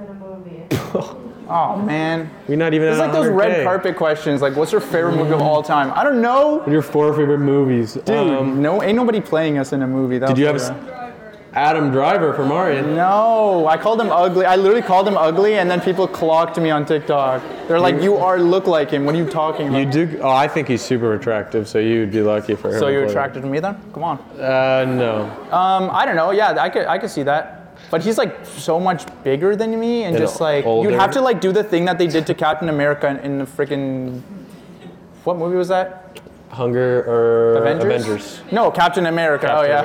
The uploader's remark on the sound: York University Live Show